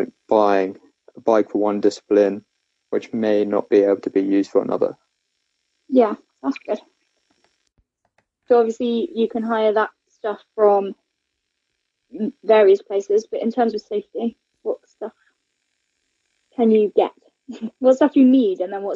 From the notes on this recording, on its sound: Please bare with the technical issues, our first guest episode in the middle of a national lockdown!